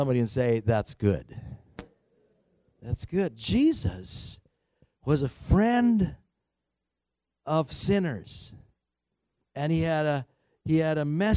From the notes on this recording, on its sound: At THRIVE Church Vancouver, Canada.